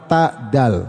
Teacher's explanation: Tetapi huruf ta dan huruf dal mahroknya dekat